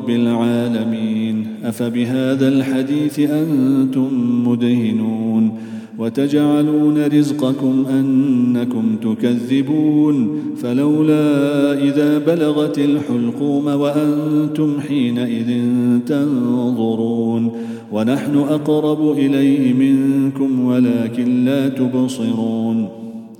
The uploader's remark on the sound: at the Houghton Masjid (West Street)